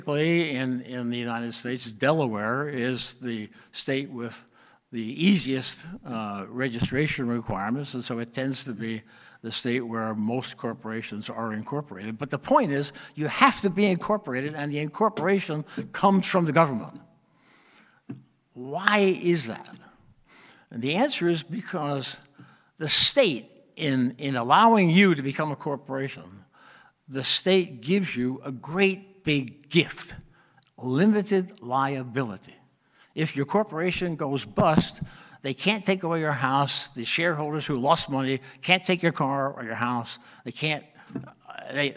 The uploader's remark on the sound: NatCon 3 Miami. Address at the Miami National Conservatism Conference on September 11, 2022.